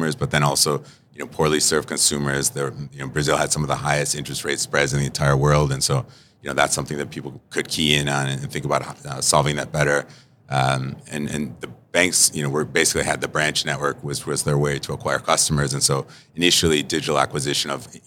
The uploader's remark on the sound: We sat down to record this episode live at Money/2020 Las Vegas - the Super Bowl of fintech!